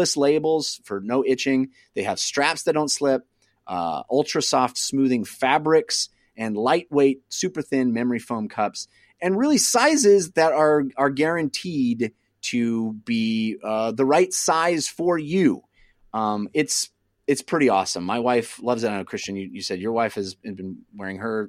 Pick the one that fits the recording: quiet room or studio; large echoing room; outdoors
quiet room or studio